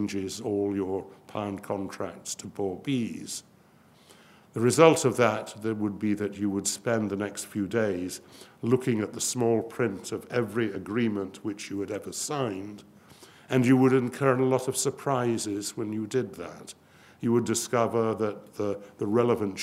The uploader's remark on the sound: This event was recorded live on Thursday 2 December.